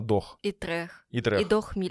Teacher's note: аспирация звука «с», который произносится как больше похоже на «х». То есть вы как будто хотите сказать «с», но произносите «х».